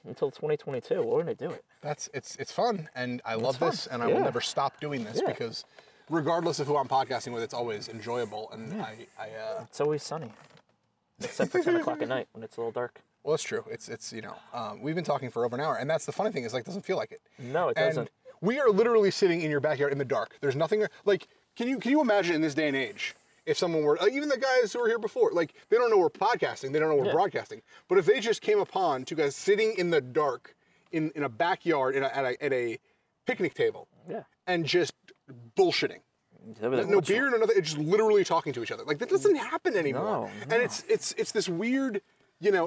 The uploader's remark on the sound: Record outside. It was such a gorgeous night that the two kept on talking in the great outdoors about life and everything.